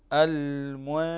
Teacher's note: تخفى النون الساكنة هذه عند الشين فتقرأ المنشآت · Term: الإخفاء